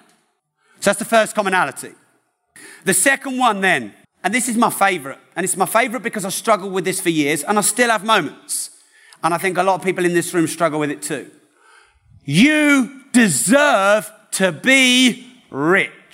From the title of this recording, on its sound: Live From London